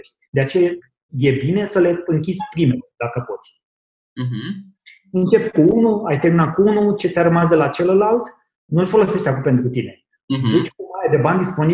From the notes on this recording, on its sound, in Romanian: Aceasta este o înregistrare din cadrul Conferinței de Inteligență Financiară, eveniment care a avut loc online. Calitatea audio este preluată și prelucrată atât cât a fost posibil.